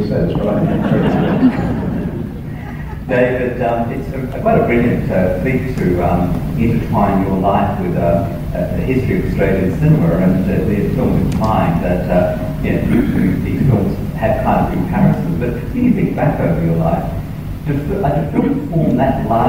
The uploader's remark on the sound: Here it is in all its average audio glory. This interview was aptly recorded in the foyer of the great Windsor Cinema here in Perth, Western Australia, and alongside the background noises. Again, the audio isn't the best.